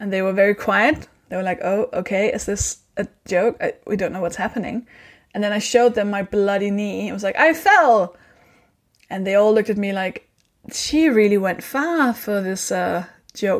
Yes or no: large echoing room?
no